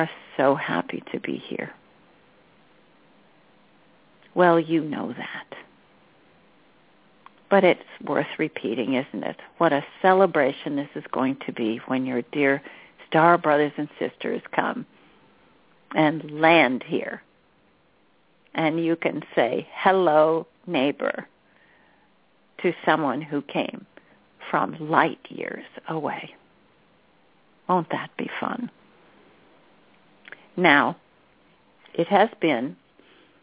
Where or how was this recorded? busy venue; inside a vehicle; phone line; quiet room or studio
phone line